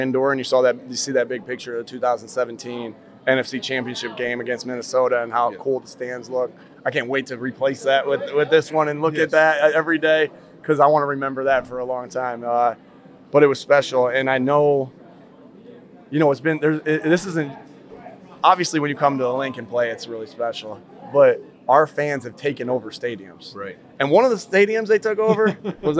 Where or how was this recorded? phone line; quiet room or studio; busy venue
busy venue